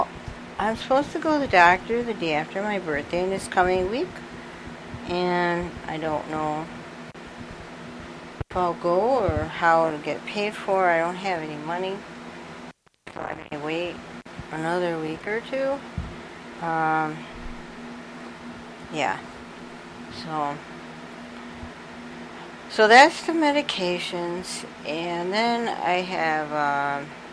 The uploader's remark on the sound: I'm sorry for the fan and for a couple of cutouts in the mic that was minor so I left them in.